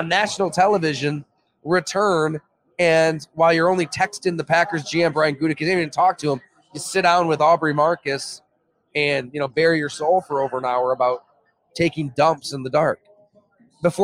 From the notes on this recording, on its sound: Imperial LIVE Series. A conversation that was streamed live at Imperial Pizza in South Buffalo. Imperial Pizza (1035 Abbott).